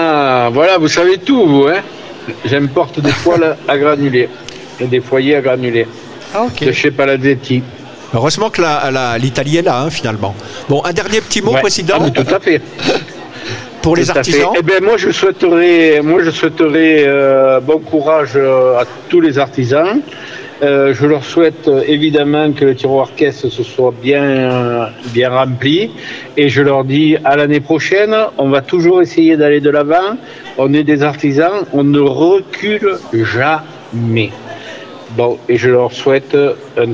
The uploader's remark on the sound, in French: Dans le cadre de la Foire Internationale de Montpellier 2023, Radio Aviva était en direct depuis le Hall B2 pendant neufs jours.